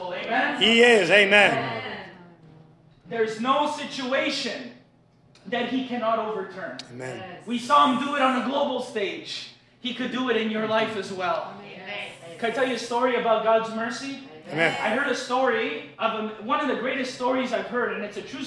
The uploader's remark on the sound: LIVE AT THE CAFE. The Friday night live meeting at the cafe.